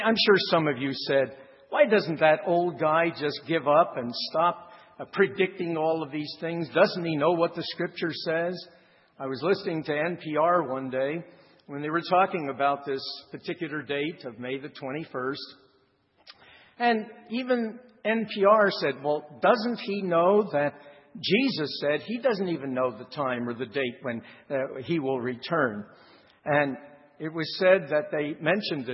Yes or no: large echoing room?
yes